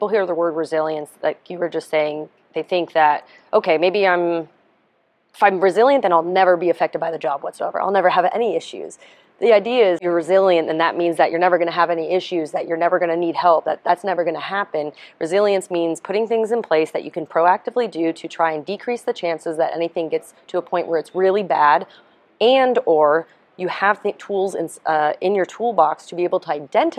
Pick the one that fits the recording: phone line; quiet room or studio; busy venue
busy venue